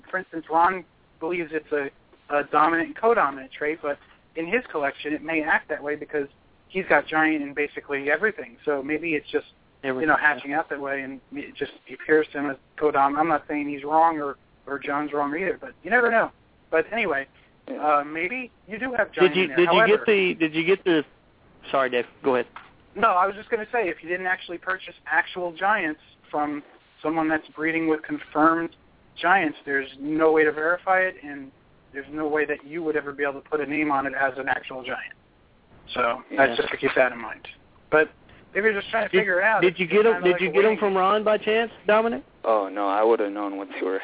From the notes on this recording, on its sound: We will open the phone lines for your calls in the second half